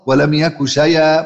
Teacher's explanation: نقلت حركة الهمز إلى الياء الساكنة قبلها وأصبحت الهمزة بدون حركة فسقطت، ولم يكن شيء، أو أبدلت الهمزة ياء ثم أدغمت الياء الأولى في الثانية فبقت مشددة ولم يكن شيء شيء. · Term: النقل